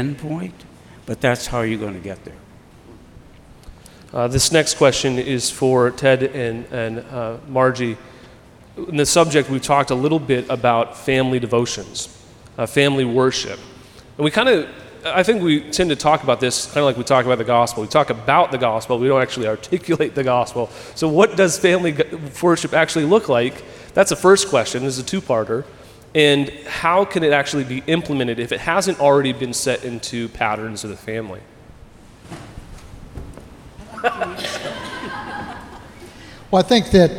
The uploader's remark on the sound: At our recent Definitions conference we had a great Q&A session